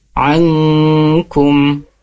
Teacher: Jadi dibacanya samar disertai dengan dengung, ya. Ankum, tidak ankum, ya. · Term: ikhfa